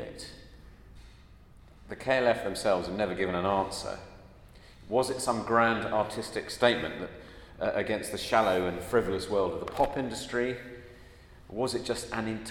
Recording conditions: large echoing room